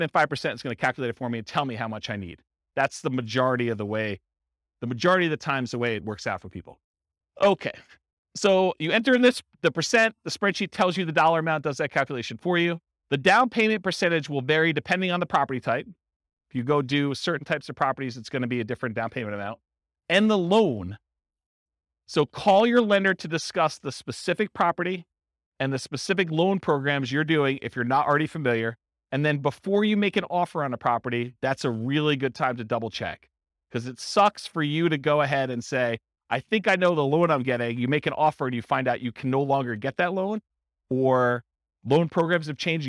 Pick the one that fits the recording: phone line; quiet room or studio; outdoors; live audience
live audience